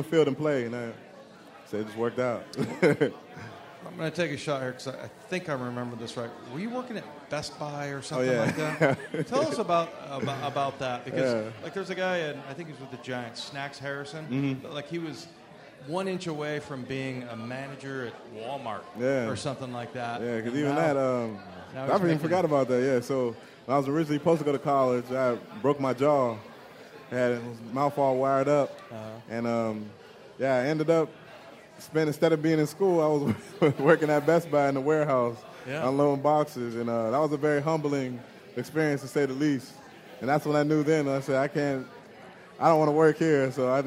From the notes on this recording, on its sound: live at Pearl Bar and Dining